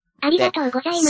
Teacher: 語尾が無声音になっちゃうんですね